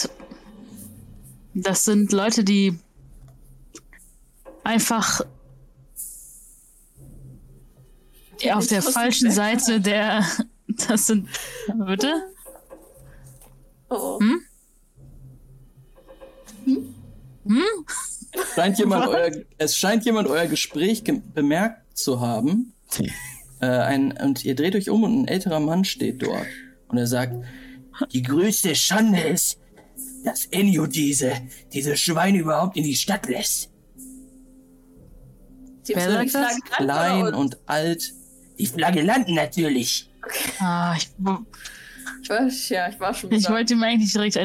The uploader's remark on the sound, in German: Sorry für die Sound-Issues